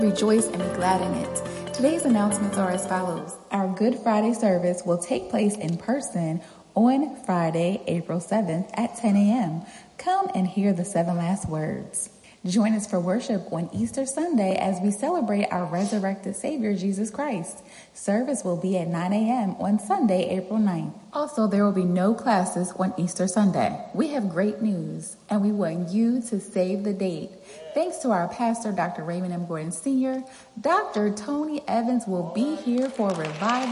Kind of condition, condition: setting, large echoing room